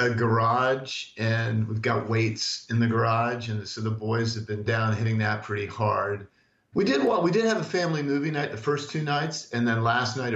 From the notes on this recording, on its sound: Like millions in the Bay Area of California. We Skype them.